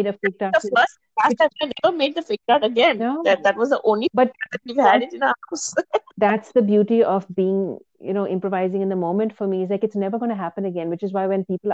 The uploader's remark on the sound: A tech test inadvertently turns into a first episode! The sounds quality is very poor (lots of scratches and drops).